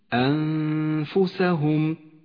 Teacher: الفاء حرف مرقق والغنة تتبع ما بعدها في الترقيق والتفخيم أنفسهم تخرج الغنة هنا من الخيشوم ومن مخرج الفاء متجافيا عنه قليلا · Term: غنة الإخفاء